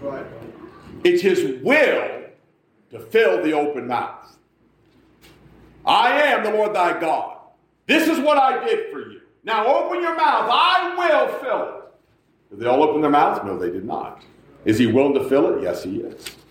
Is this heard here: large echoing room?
yes